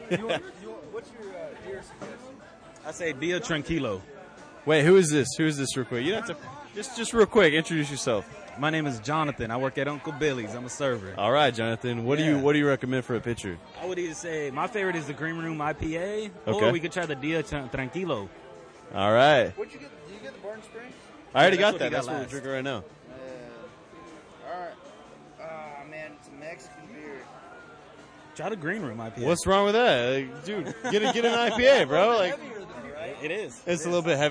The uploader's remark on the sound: Uncle Billy's Brewery. We had a great time, very laid back atmosphere recording on the patio. On the last half hour of the show our french vagabond friend wandered through our recording and joined us to close out the show.